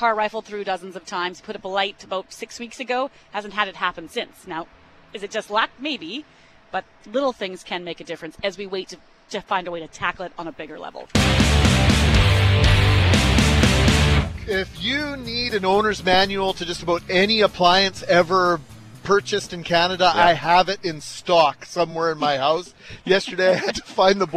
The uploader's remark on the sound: LIVE from Portage & Main